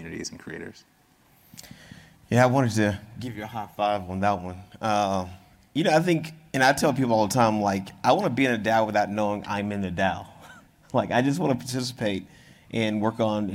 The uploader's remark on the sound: The panel discussion took place on June 10, the second day of CoinDesk’s Consensus 2022 festival in Austin, Texas.